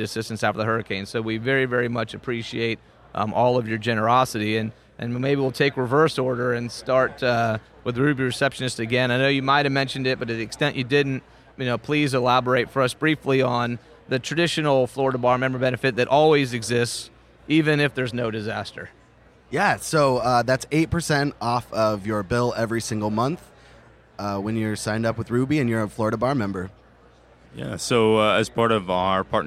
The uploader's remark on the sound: recorded at the 2017 Clio Cloud conference